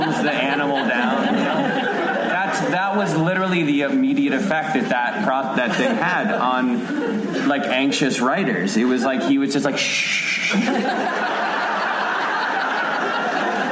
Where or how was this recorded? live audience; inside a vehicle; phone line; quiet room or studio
live audience